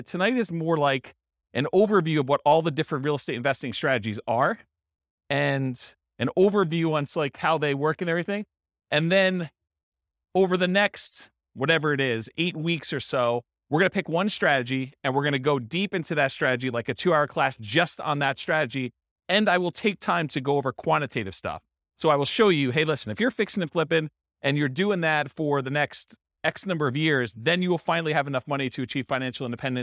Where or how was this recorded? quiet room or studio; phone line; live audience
live audience